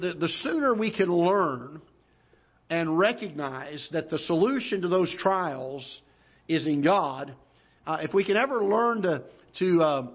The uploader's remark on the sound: Ketha Heights Baptist Church ~ Live Broadcast